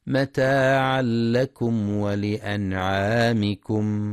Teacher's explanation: ينتبه القارئ للإدغام بغير غنة ذهاب الحرف والصفة في متاعا لكم، فلا يقرأ متاعا لكم بالإظهار.